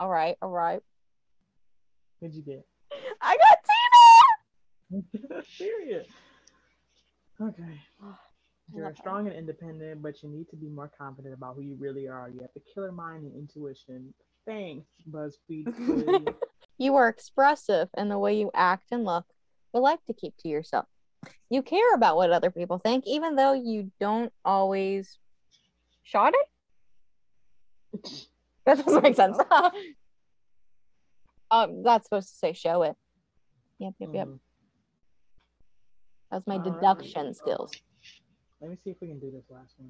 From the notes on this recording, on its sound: We apologize for the audio mishaps, we try our best to edit them out but we are a work in progress.